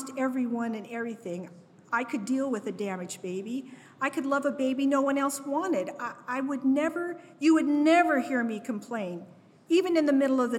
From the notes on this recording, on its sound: Each episode of Crash Radio features local musicians, writers, and storytellers presented as a live event in Asheboro, NC, which is then edited for broadcast. This episode was recorded live at Carolina Taphouse in Downtown Asheboro.